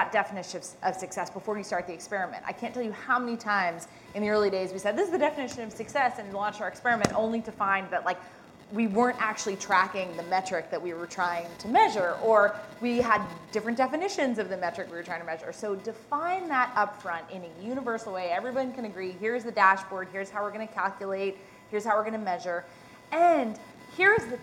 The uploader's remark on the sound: Reimagining Work Summit - Disruptors Panel. We share an exclusive panel of speakers at Catalant’s recent Reimagining Work Summit.